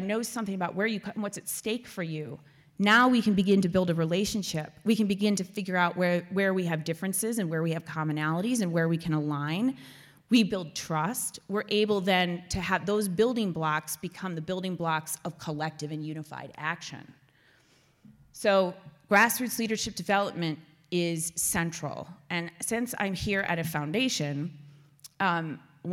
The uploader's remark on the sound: At The Trust's first Health Equity Learning Series event of the year. More than 100 people attended the presentation at the History Colorado Center in Denver. The event was also live-streamed to hundreds more at 27 remote viewing parties across the state.